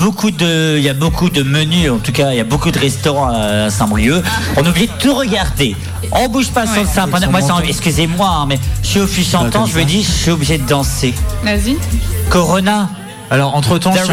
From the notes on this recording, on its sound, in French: En direct du Festival Art rock